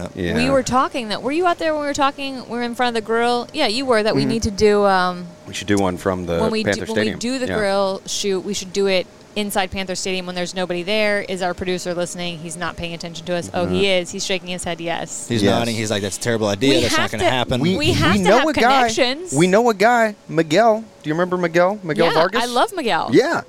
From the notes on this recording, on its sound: Do the show from a 1988 Prevost bus as the crew prepares to head to Darlington for NASCAR's official Throwback Weekend.